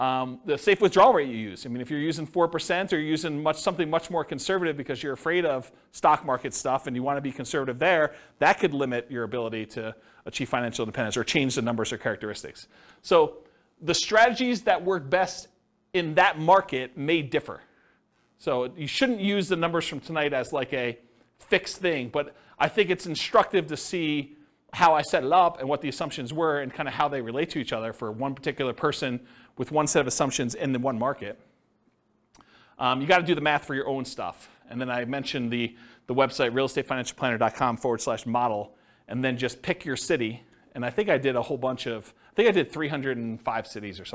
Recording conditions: live audience